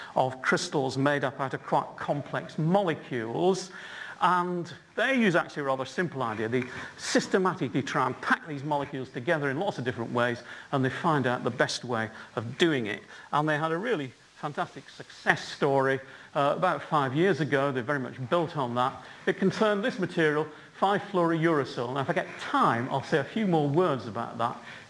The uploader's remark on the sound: UCL Lunch Hour Lecture